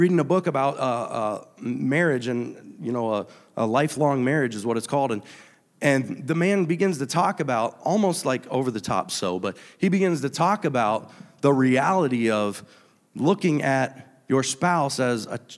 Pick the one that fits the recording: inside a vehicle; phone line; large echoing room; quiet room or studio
large echoing room